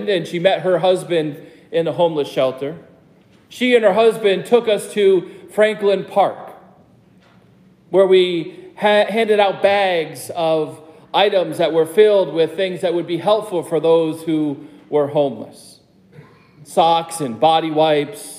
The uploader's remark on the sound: preaches at Prince of Peace Lutheran Church Kensington, CT